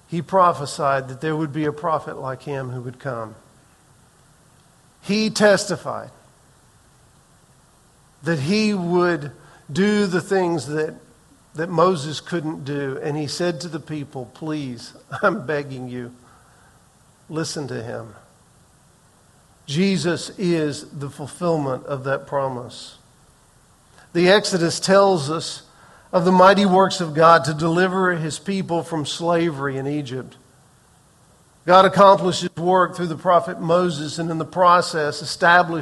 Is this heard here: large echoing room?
yes